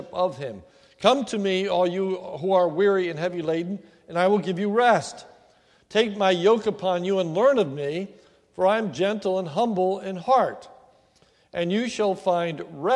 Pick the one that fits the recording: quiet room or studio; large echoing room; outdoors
large echoing room